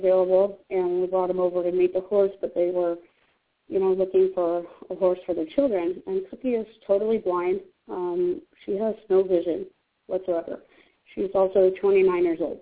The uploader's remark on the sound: open up the lines for listeners to call